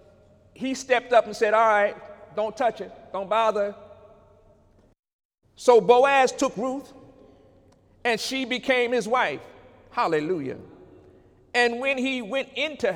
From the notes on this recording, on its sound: During Sunday morning service on November 11, 2018